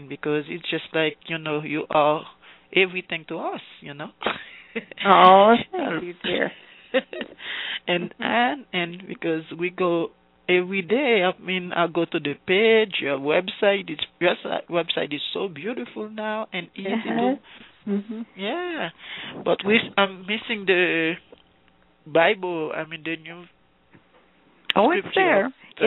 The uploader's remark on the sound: In this capacity she will do a channeling session live so that callers can call. Personal responses to callers during the special call-in segment.